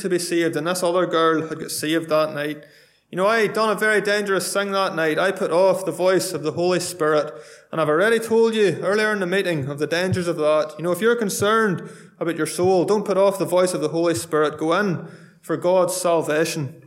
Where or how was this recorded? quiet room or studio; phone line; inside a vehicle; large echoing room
large echoing room